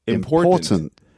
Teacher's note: So in English, the stress is on the second syllable.